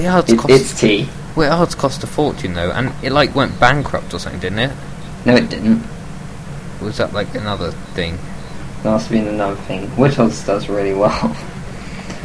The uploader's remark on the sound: Sorry about the poor quality, we've got some better recording software for all subsequent podcasts.